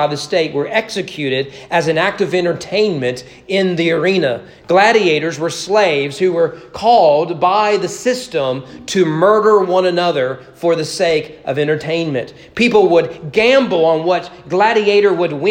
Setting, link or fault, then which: setting, large echoing room